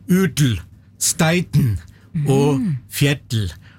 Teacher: hvis du skal si en L og lukke litt for mye igjen, så blir resultatet en annen språklyd, nemlig en D